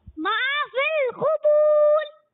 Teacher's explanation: रा लाम की तरफ माइल हो जाता है